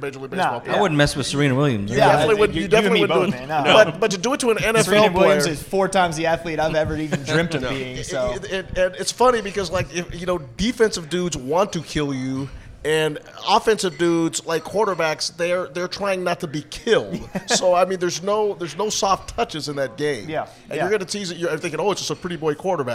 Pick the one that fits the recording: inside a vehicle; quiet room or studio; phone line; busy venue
busy venue